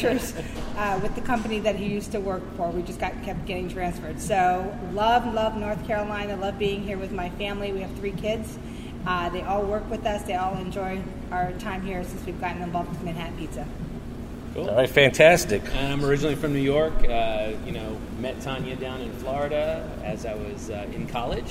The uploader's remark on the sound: I was live on location at one of my favorite pizza locations in the Triangle, Manhattan Pizza - Holly Springs!